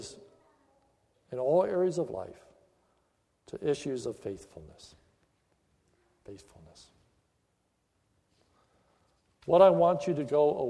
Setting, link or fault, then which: setting, large echoing room